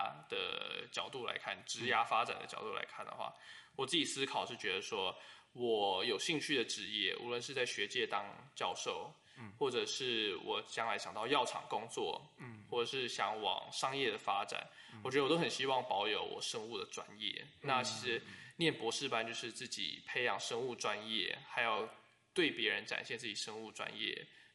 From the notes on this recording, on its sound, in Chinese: 可能有時候錄音的地點限制，後製處理如降噪音等後會降低一些聲音，造成部分聽眾的不便。